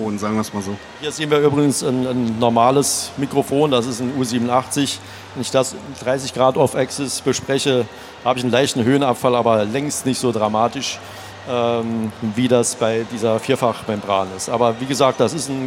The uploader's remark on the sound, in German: Live Diskussionsrunde von der Studioszene 2019. Während der Studioszene 2019 in einer hochkarätigen Runde von Mikrofonspezialisten.